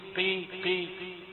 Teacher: بيجيب القاف بتاعت كلمة المستقيم قي قي بيجيبها مفخمة في آخر درجات التفخيم